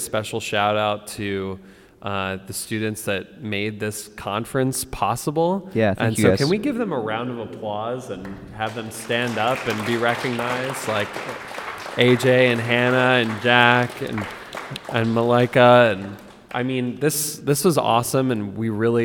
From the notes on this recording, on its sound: We are live at Purdue this week. We answer questions from several members of the audience.